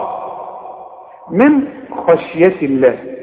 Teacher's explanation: اوعى تقول لي من خشية من وتفخم لي النون، رقق النون من، فخم لي بقى الخاء، لان القاء مفتوحة ايه؟